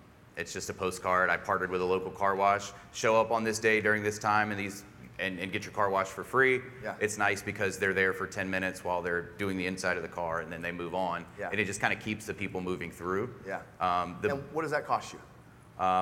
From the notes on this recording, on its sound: we’re sharing an excerpt from a recent Glover U live event